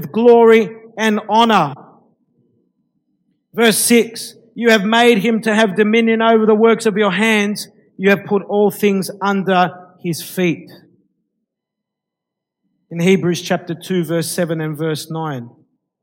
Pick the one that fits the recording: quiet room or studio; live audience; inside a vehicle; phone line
live audience